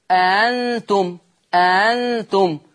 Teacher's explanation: قرأ ورش بتسهيل الهمزة الثانية